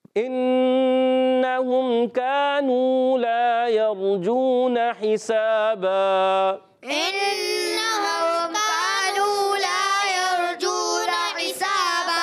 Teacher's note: scene बारीक हरूफ में से सीटी के साथ भी अदा होगा और इसका अलिफ बारीक रहेगा